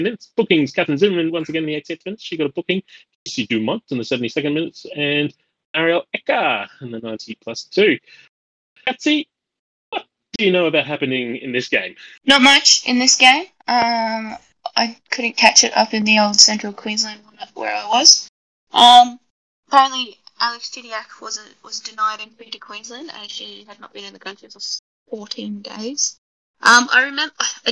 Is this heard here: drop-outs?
yes